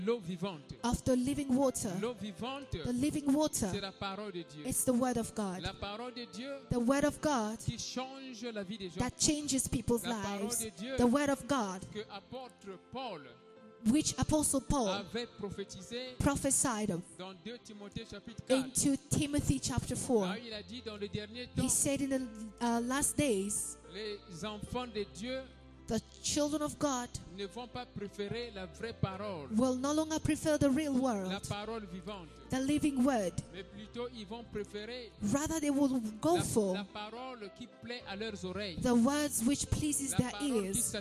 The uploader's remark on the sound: Sunday Live Service